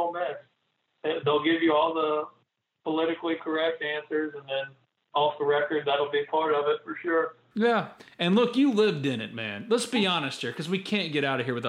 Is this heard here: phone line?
yes